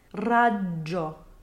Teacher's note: However, since this is a double consonant, there needs to be a slight bounce here as well, stopping on that voiced D sound for a second before moving on to the DJ sound